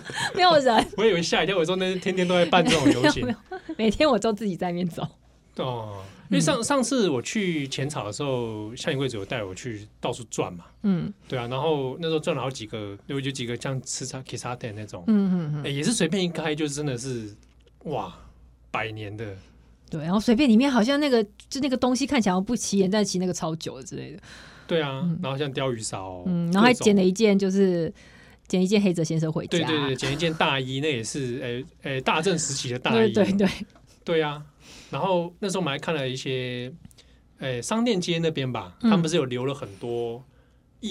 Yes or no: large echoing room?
no